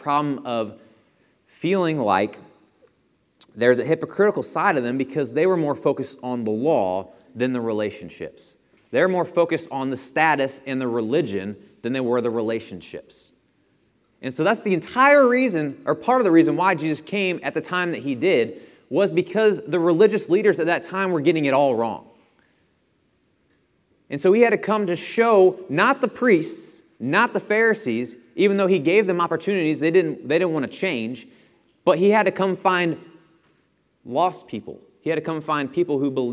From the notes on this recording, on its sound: Lesson presented at The Crossings Church Collinsville in Collinsville, IL.